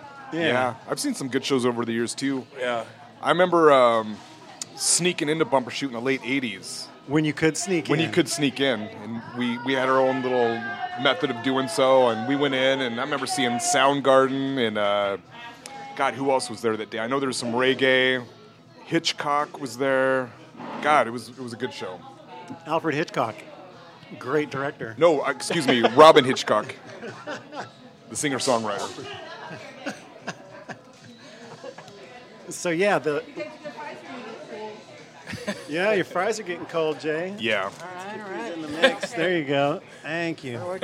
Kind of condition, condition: setting, busy venue